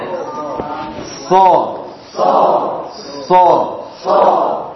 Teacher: Wong yang membentuk itu bukan bibirnya, tapi apa? Lidah bagian belakangnya yang membentuk suara o itu. Anu kalau bilang o itu lidah belakangnya naik.